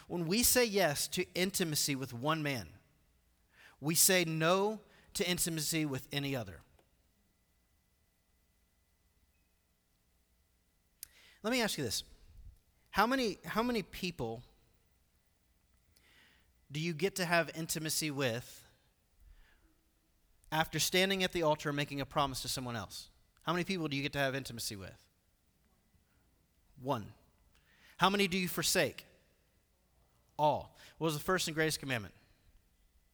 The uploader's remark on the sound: Recorded live at The Fellowship at Two Rivers on September 29, 2019.